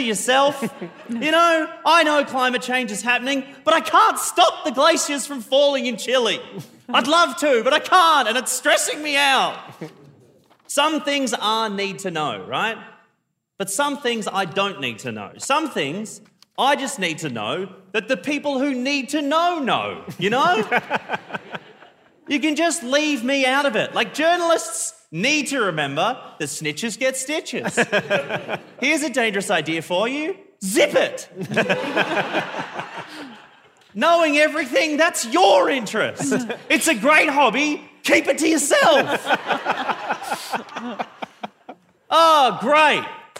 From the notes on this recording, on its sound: Live on stage at the Festival of Dangerous Ideas. Big thanks to everyone who came to the live show. We're recording a live podcast of our show.